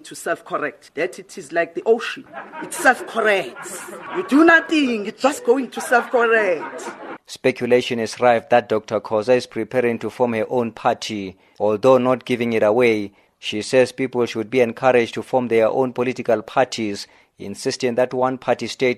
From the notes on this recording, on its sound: She was addressing the annual Helen Joseph Memorial Lecture at the University of Johannesburg last night.